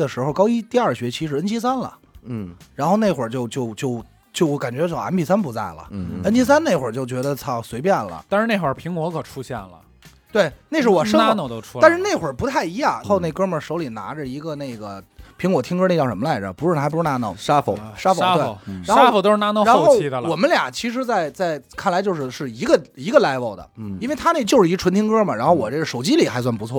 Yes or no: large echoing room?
no